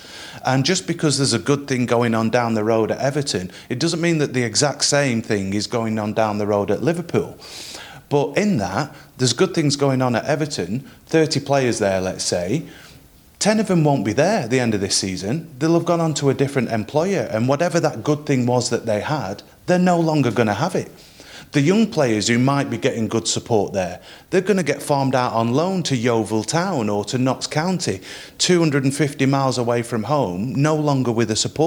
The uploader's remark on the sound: In this week's episode we host a live Q&A event at the top of the Radio City Tower in Liverpool. The panel taking questions from our live audience.